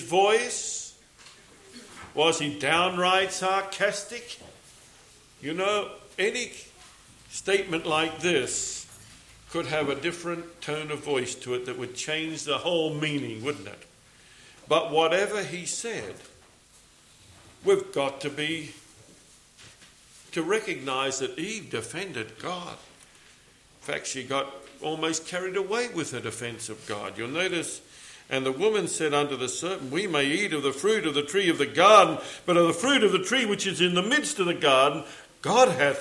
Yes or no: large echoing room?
yes